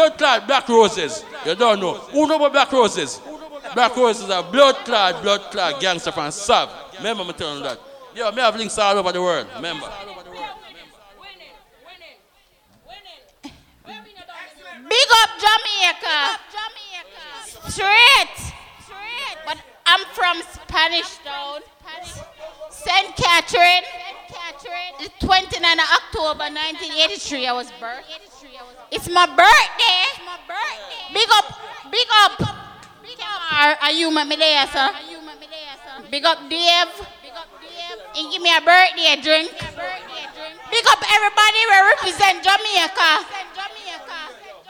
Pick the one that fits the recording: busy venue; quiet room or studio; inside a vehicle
busy venue